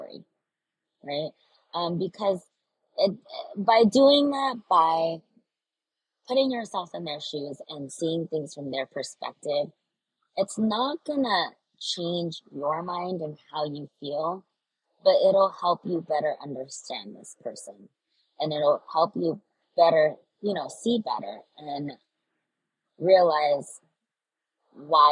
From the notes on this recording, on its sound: I apologize for the horrible audio quality! I felt called to record an episode while I was on a 1-hour drive.